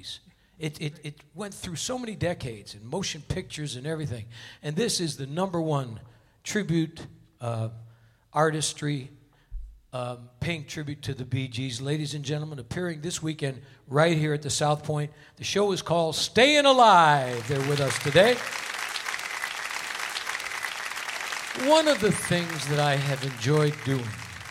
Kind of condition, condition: setting, live audience